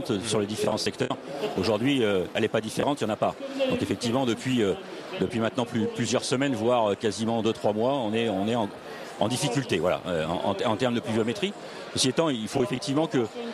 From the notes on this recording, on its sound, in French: En direct du Salon International de l'Agriculture.